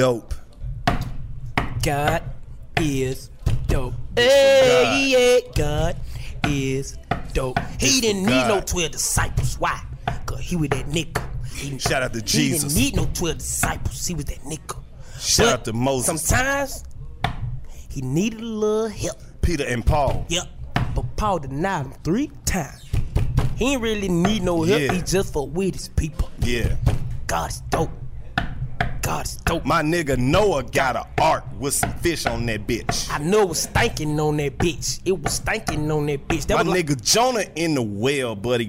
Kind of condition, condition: setting, busy venue